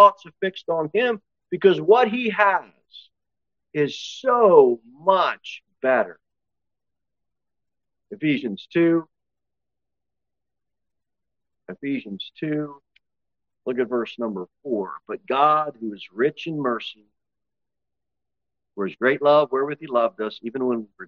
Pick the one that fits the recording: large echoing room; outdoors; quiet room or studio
large echoing room